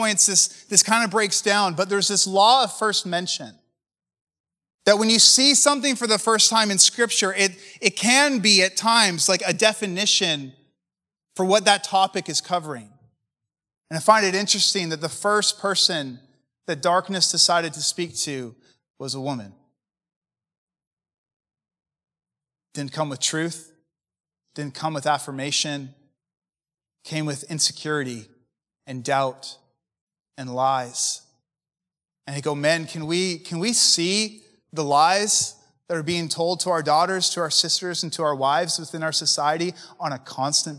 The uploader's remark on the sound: preached at a recent MFI Canada Conference